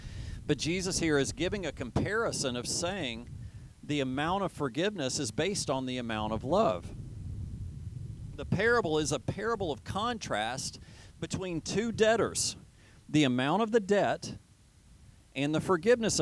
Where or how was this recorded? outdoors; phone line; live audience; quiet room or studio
outdoors